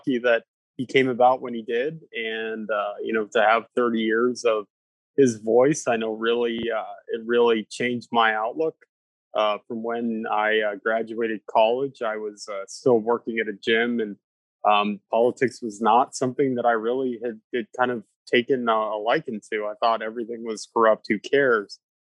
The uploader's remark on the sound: sits down over Zoom